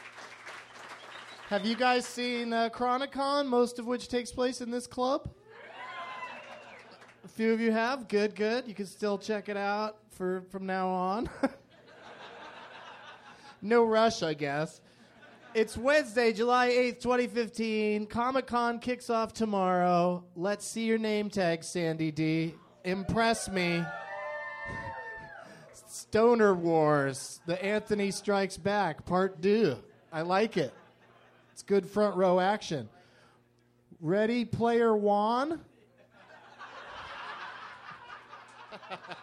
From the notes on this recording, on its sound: Live from The American Comedy Company in San Diego